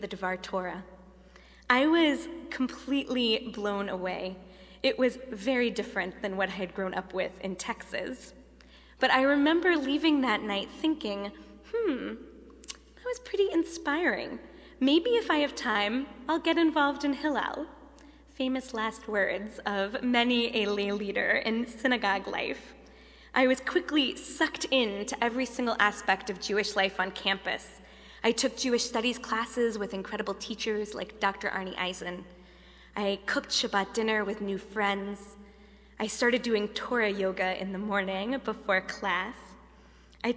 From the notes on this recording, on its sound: Delivered at The Late Shabbat at Temple Emanu-El.